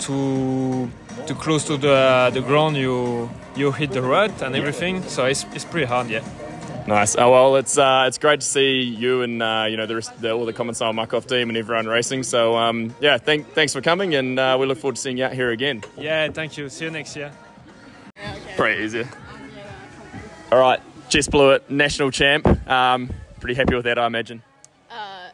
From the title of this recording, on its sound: NZ National Champs post race interviews